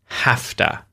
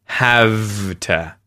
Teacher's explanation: Have, in this case, is acting as a normal verb, but for whatever reason, we contract this with to, and the V sound in have becomes an F sound. So, you're going to hear hafta instead of havta